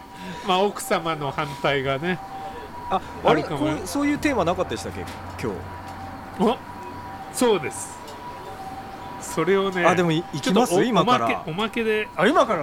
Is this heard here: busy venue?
yes